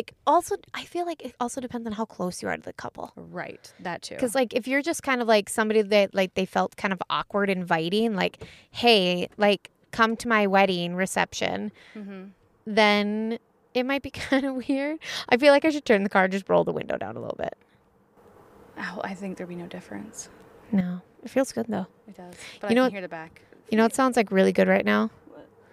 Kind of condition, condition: setting, outdoors